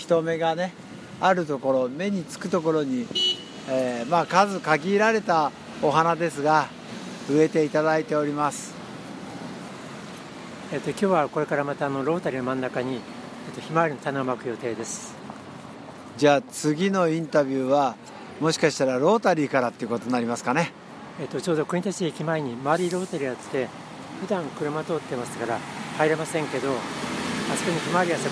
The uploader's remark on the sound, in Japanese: 現場国立駅前ロータリーから